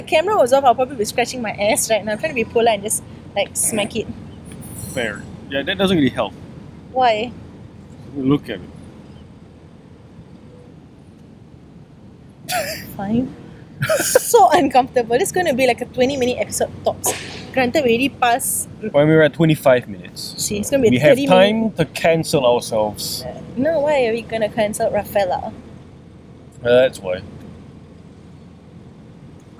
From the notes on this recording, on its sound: Live from the grass in front of Singapore's Victoria Theatre and Concert Hall